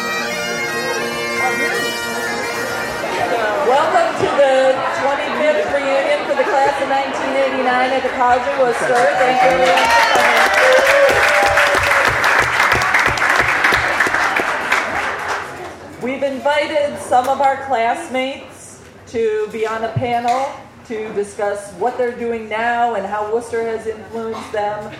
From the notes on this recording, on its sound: I made this recording with my Olympus LS-10. The quality is not terrific since the gathering was in an outdoor tent, the recorder was simply sitting on the table where the panelists were seated, and some of speakers from the audience did not use the microphones. The bagpipe clips at the beginning are from an early-morning warm-up outside of Lowry Center, and the start of the reunion parade of classes.